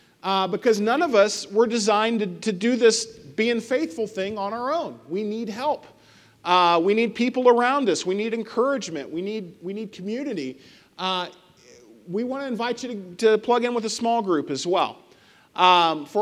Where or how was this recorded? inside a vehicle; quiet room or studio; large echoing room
large echoing room